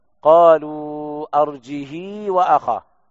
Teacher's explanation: قرأ ورش والكسائي وابن جماز وخلف قالوا أرجه وأخاه بدون همز وإشباع الهاء مع صلتها، كسر الهاء مع الصلة، أرجه وأخاه هكذا.